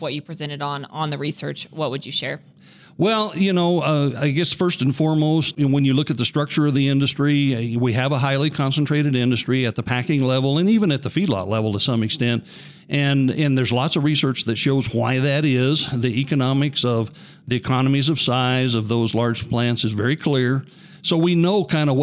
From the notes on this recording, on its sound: Recording from the 105th CCA/CCW Convention